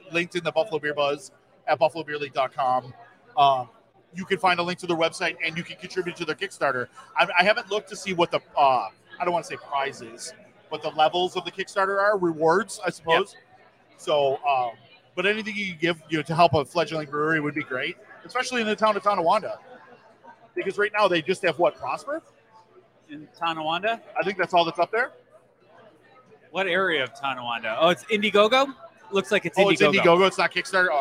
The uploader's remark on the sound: We're live at Nickel City BrewZ in Depew/Lancaster for The 2023 Buffalo Beer Geeks Scavenger Hunt Launch Party!